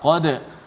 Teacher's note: dal yang mati tu qalqalah dibaca dengan nipis